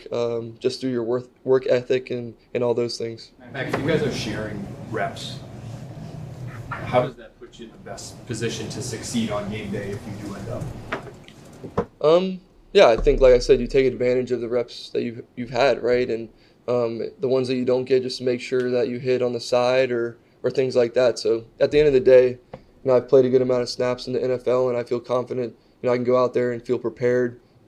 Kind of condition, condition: setting, busy venue